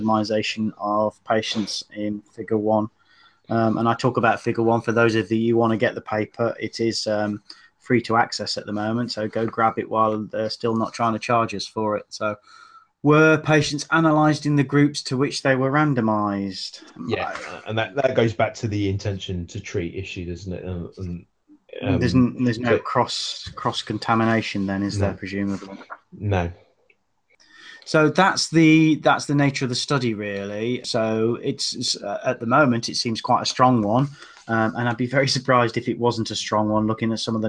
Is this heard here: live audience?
no